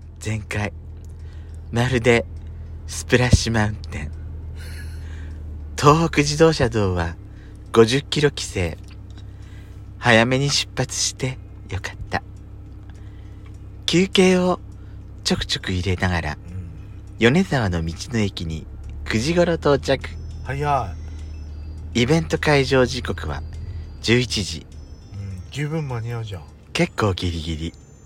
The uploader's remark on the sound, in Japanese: パーキング収録